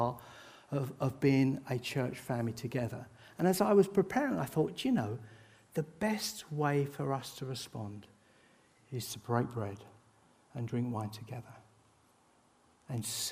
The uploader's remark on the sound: This sermon was recorded on Sunday 9th July 2023 at our Putnoe venue.